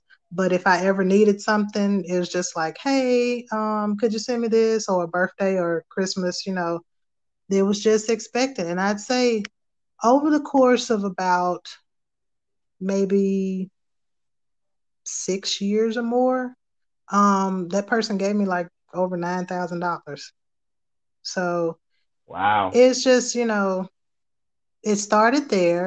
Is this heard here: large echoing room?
no